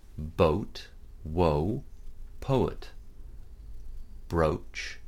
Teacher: You should feel, as you speak the words below, that the mouth starts rounded and gets slightly more closed and your lips round more, too. One feels this less on very short words like boat.